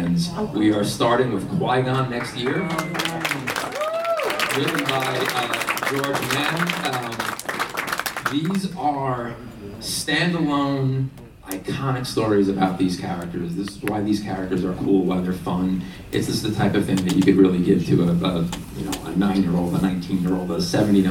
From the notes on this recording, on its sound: Canon Fodder at New York Comic Con 2023. Onto the stage in Room 1B02.